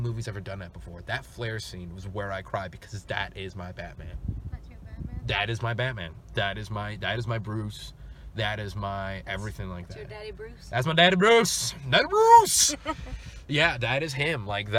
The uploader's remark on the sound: give a very honest review from our car